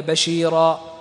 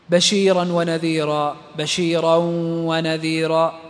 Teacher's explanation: طيب، بشيرا ونذيرا، بشيرا ونذيرا، وقفنا عليها بشيرا، إذا وقفنا مد طبيعي، إذا وصلنا ما عندي مد طبيعي · Term: مد العوض